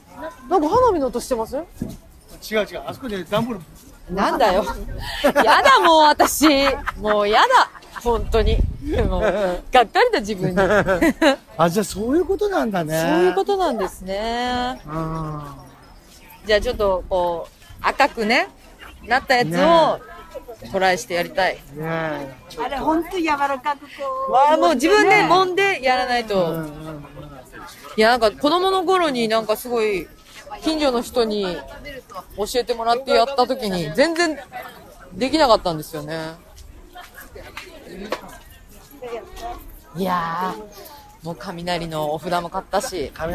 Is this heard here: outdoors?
yes